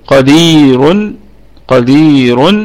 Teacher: طيب القاف في ثاني درجات التفخيم لأنه مفتوح وليس بعده ألف، والدال قلقلة نسبية لأنها متحركة، قدير اتصلت الكسرة بالياء الساكنة هذه، وفيها مد طبيعي وصلا، قدير، قدير، وهو عارض للسكون وقفا، وفيها فيها سبعة أوجه، فيها سبعة أوجه لأنها متحركة بالتنوين بالضم، والراء تكون مرققة وقفا، قدير، قدير، قدير.